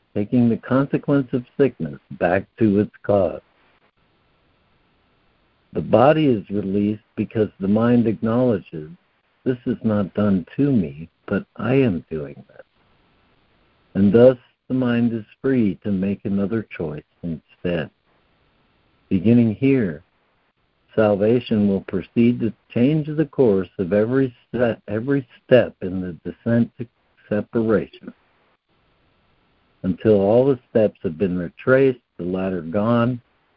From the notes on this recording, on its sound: ACIM Daily Conference Call